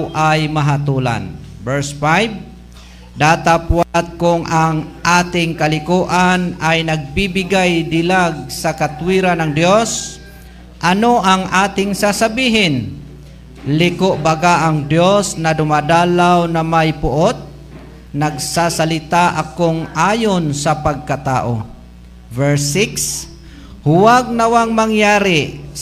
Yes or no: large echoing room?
yes